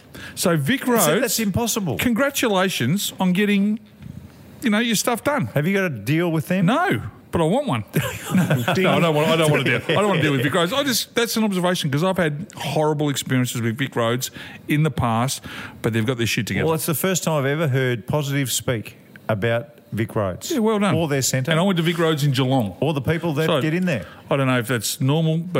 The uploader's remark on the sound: Another fun show, today live from the Emerald Hotel - always great when we do the show from a pub. Couple of quiet beers, bit of a chinwag, how good.